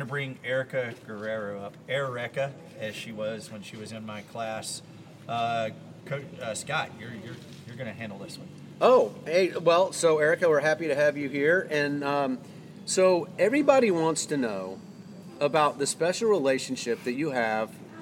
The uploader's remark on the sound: Live at Fowler Park. This episode is LIVE and will have background noise.